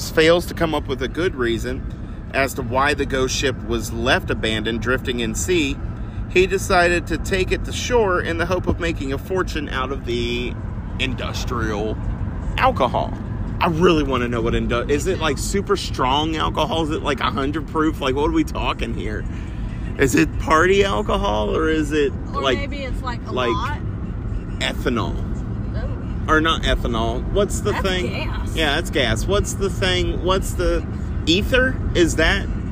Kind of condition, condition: setting, inside a vehicle